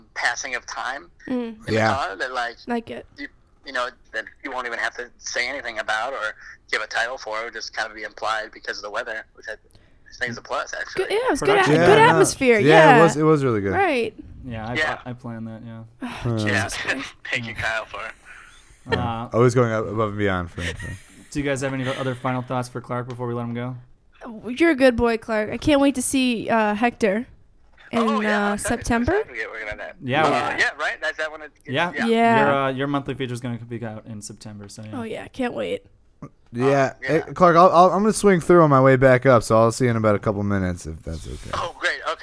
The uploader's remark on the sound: joins them, by phone